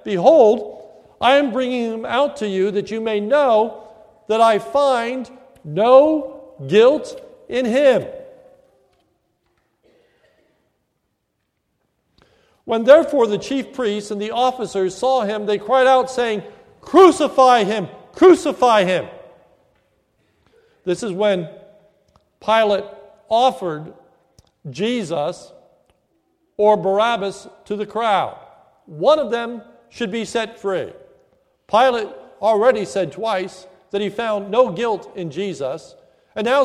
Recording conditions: large echoing room